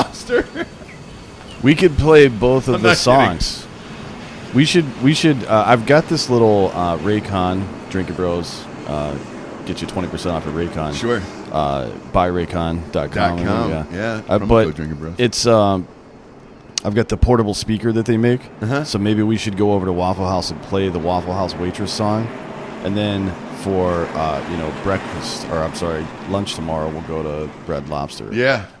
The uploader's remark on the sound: Live From The Daytona 500.